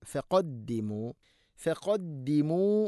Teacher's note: അറസൂല ഫഖദ്ദിമു, ഫഖദ്ദിമു അല്ല, ഫ എന്ന അക്ഷരത്തിൻ്റെ ഒരു മഖ്റജ് താഴെ ചുണ്ടിൻ്റെ പള്ള ഭാഗമാണ്